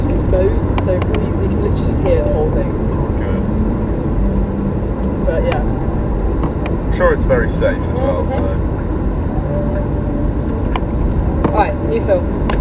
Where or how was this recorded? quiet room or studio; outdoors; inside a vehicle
inside a vehicle